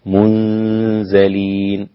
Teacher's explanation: النون الساكنة مع الزاي، إخفاء مع الغنة، منزلين وأصلها منزلين أدغمت أخفيت النون الساكنة مع حرف الزاي لأنه من حروف الإخفاء.